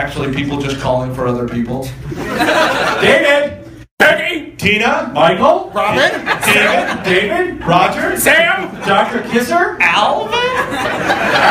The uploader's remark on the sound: Live from Atlanta! Recorded at the Punchline in April of 2017.